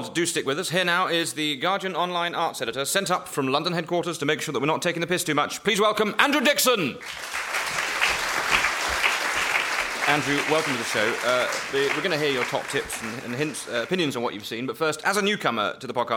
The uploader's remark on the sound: Edinburgh festival podcast: The Guardian Live at the Gilded Balloon. Live on stage for some standup.